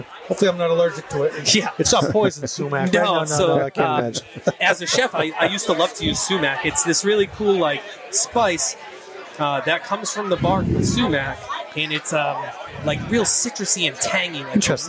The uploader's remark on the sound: on his epic roof deck at Six West in South Boston